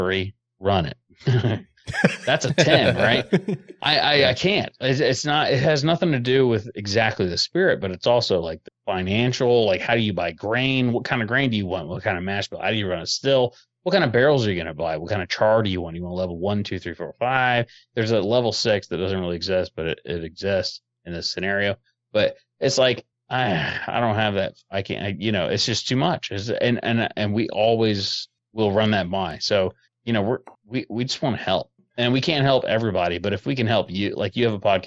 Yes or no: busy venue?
no